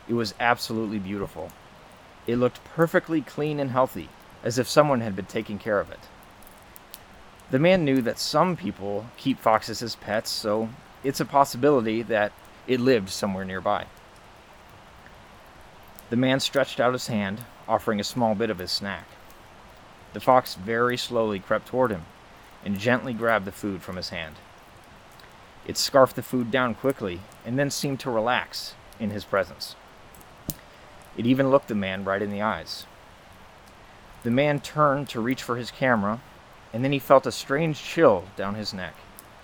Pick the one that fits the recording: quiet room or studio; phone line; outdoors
outdoors